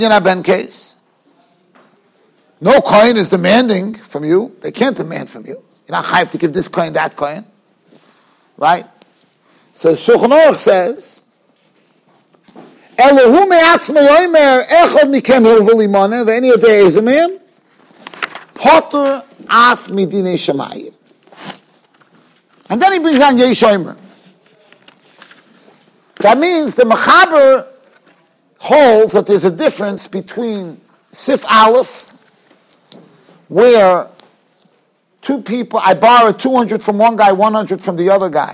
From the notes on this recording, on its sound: Shiur recorded in Yeshivas Ohr Reuven, Monsey, NY.